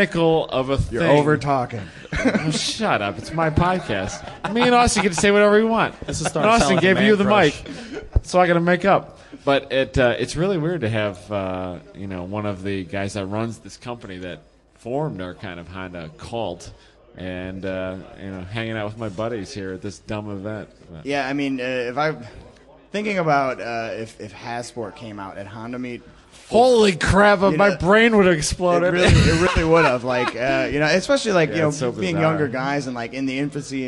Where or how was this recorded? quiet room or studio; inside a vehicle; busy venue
busy venue